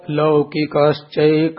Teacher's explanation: विसर्ग का श हो गया, आगे च होने के च तालव्य है, इसलिए दंत सकार को तालव्य सकार श हो गया